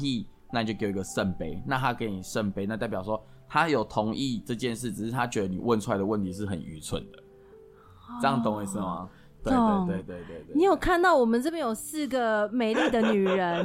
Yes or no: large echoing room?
no